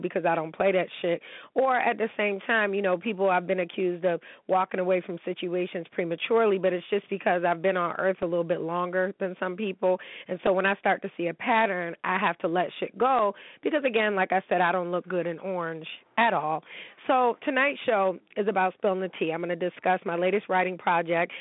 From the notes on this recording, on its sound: He is going to be calling in from Houston to tell me whats been going on.